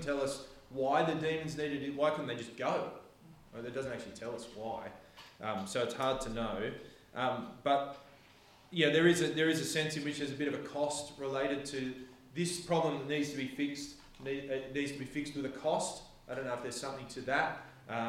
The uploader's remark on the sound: This sermon was preached on the 3rd of September 2023 at all services of Helensburgh and Stanwell Park Anglican Church